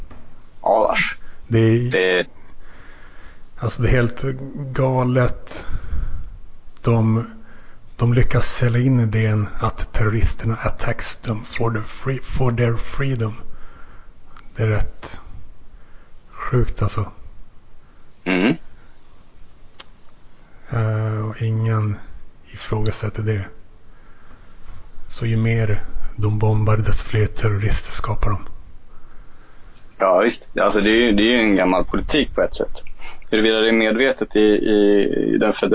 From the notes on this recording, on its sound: Skype.